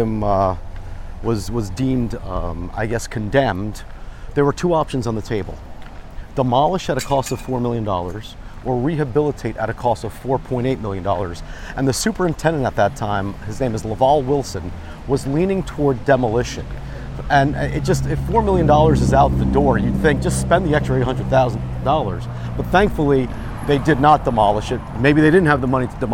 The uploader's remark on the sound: Hinchliffe Stadium at Paterson Great Falls. Captures the sounds of opening day. Paterson, New Jersey.